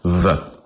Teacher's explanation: the V sound is also voiced because you've got that buzz